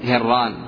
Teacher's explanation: نعم، يقال هنا دخلها الإدغام، وإذا دخلت في الإدغام تعامل معاملة حرف واحد، فالعبرة بالفتحة التي على الراء المشددة، والراء المفتوحة تفخم